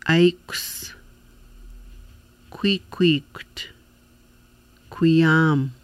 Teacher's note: The soft KW sound is produced by lips forming an O shape, with breath stopping at the back of the mouth at the piece of skin that dangles in the mouth.